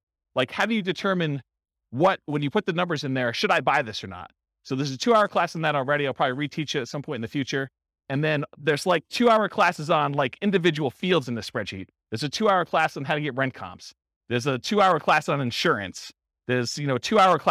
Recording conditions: live audience